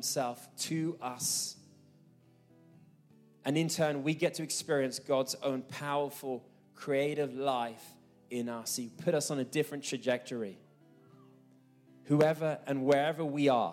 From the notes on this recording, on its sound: This message was recorded live at our Malmö Gathering on Sunday, May 14th, 2023.